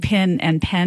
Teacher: So if I move to the South, I might start saying pin and pen more alike, but I probably don't know that the same vowel needs to merge in words like since and sense.